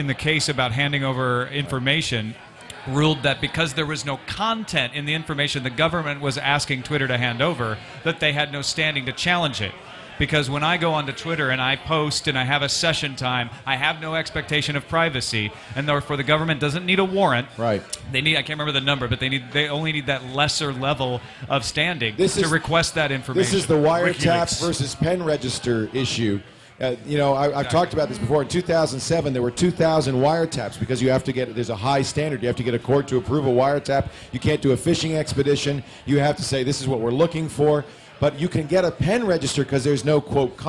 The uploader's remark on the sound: Live From SXSW 2011.